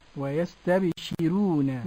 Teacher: ويستبشرون، رقق ورش الراء، ورقق ورش كل راء وقبلها مسكنة ياء أو الكسر موصلا، يعني ورش رقق الراء إذا كان قبلها هذه الحروف ياء ساكنة، سواء كانت ياء لين أو ياء مد أو يكون قبلها كسر